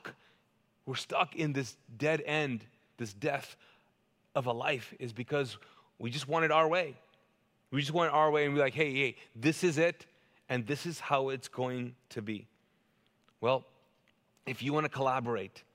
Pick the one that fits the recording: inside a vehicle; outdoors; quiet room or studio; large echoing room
large echoing room